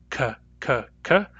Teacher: that's made with the back of the tongue against the soft palate.